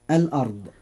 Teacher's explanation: الراء فيها مفخمة لأنها ساكنة وما قبلها مفتوح